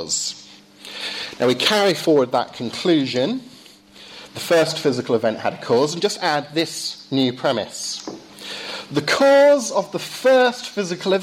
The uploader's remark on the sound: Lecture delivered at Downe House School